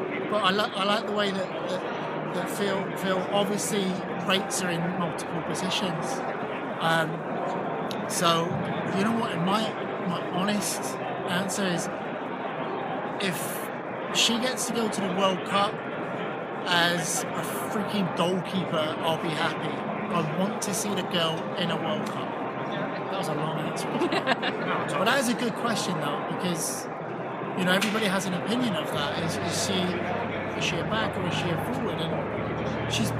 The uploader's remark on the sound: Live from the 2019 USC Convention